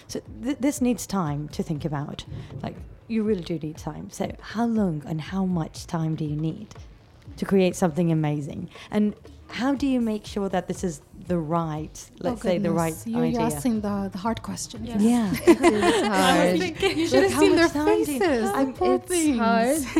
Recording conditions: busy venue